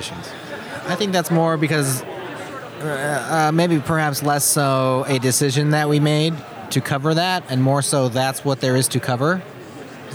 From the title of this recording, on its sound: Live at OSCON 2018 (Backstage #1)